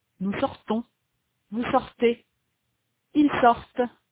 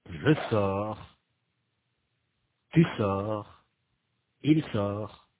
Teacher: Notez que, du point de vue de la prononciation, les trois personnes du singulier sont identiques. Et les trois personnes du pluriel ont une consonne T qui est absente des trois personnes du singulier